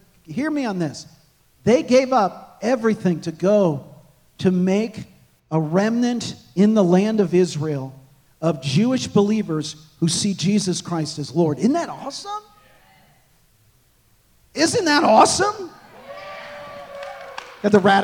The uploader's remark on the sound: This message was recorded on February 4, 2024, at Gateway Church in Richmond, Indiana.